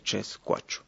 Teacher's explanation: la R en el grupo TR o STR también se hace un sonido bien fricativo o bien africado